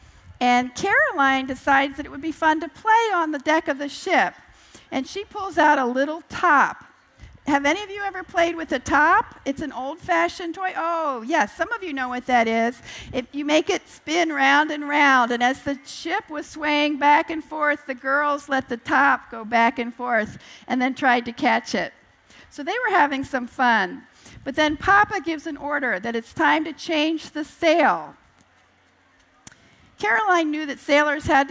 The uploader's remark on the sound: appears on the Family Storytelling Stage at the 2012 Library of Congress National Book Festival